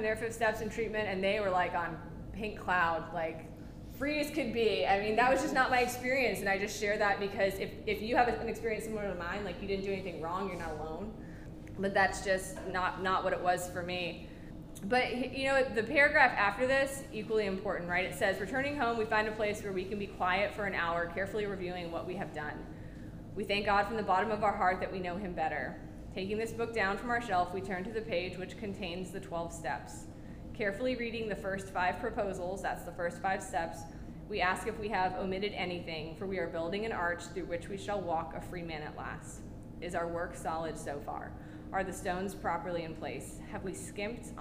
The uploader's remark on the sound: This episode of Big Book Workshop was recorded live from our Cinco De Mayo Celebration!